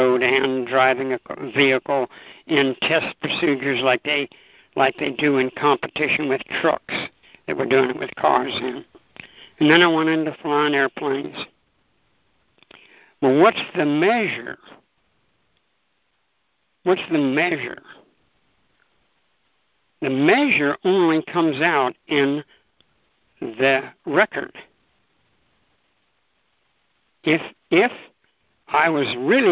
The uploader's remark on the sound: ACIM Daily TEXT Conference Call.